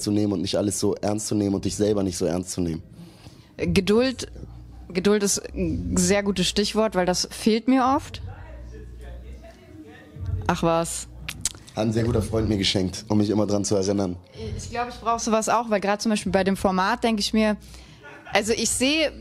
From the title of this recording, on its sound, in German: auf dem Tapefabrikfestival